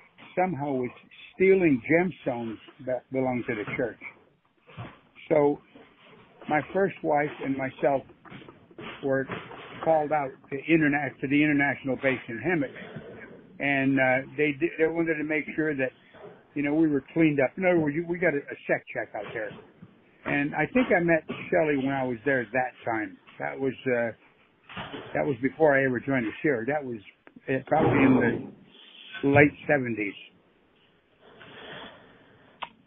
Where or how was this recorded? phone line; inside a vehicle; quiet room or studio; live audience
phone line